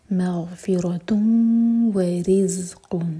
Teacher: ہے پر دمہ کی تنوین اس کے بعد ہے واو تو ادغام غنہ کے ساتھ تم دو سیکنڈز کا ٹائم دیں گے اور ناک میں آواز لے جائیں گے